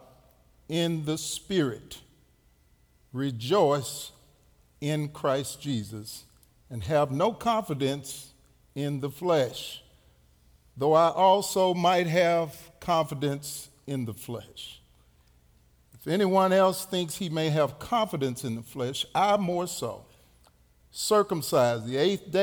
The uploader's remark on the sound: Recorded live at The Fellowship at Two Rivers.